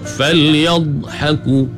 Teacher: Di tepi ni pula sengit ke beberapa batang gigi geraham di belah kiri ataupun kanan. Makhraj bagi huruf dha ni, dia memanjang, ada sifat istitalah bagi dha.